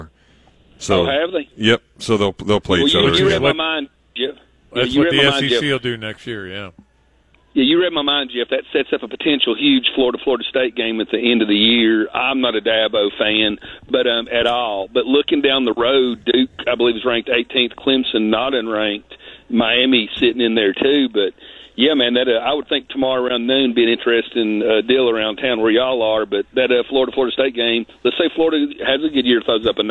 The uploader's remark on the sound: live from the Gainesville Hilton